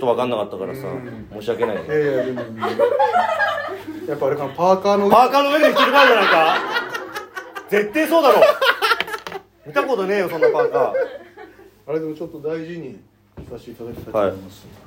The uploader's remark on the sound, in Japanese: 第4回トークライブ公開収録』 from Radiotalk。